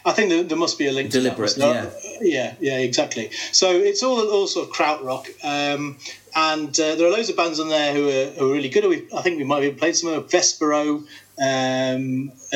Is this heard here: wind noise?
no